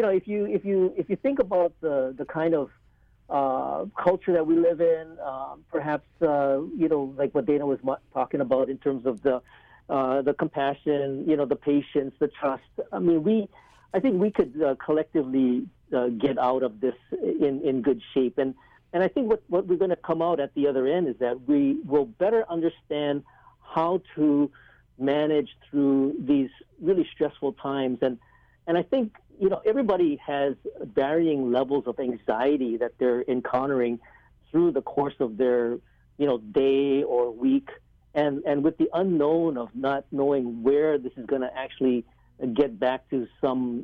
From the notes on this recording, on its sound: In today's live call-in show